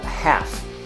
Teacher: And in American English, normally it's pronounced half. Notice that you don't pronounce the L in both varieties, British and American.